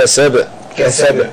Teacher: باء ساكنة ومقلقلة عند الوقف